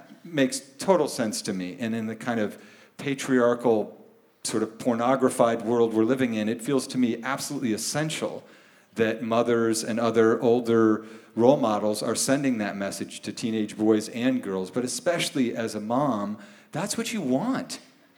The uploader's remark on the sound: Live In Portland. Record the show in front of a live audience at Revolution Hall in Portland, OR.